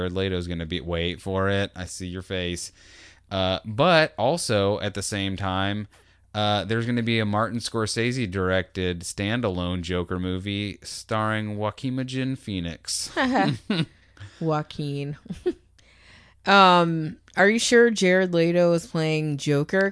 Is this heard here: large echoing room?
no